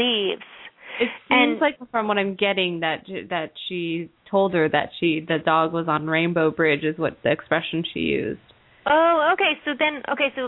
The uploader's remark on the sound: open up the lines for listeners to call